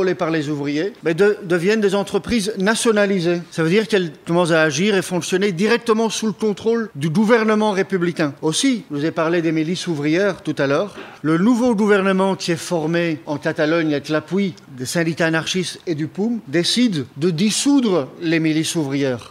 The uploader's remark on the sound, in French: Conférence donnée à l’École marxiste d’hiver de Montréal 2023